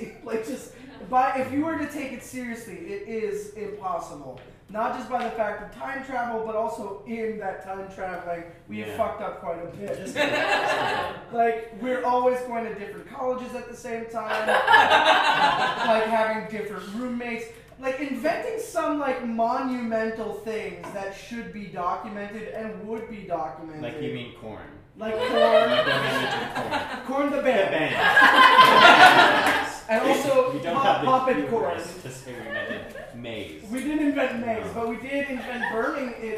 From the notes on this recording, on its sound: the first ever live show